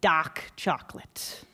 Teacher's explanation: the stereotypical Boston accent, which is, of course, when you do not pronounce the R's